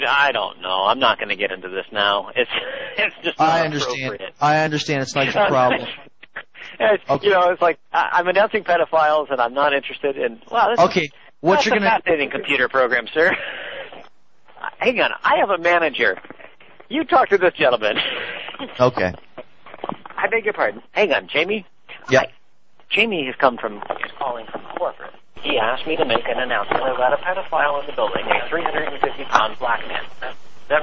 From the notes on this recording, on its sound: RBCP's Personal Prank Phone Calls Collection